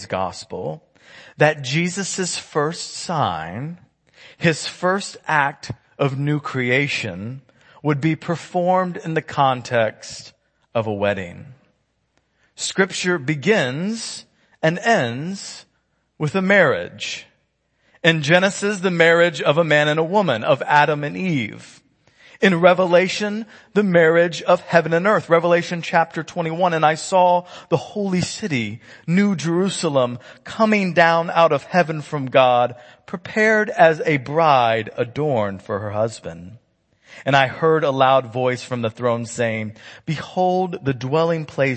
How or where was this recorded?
large echoing room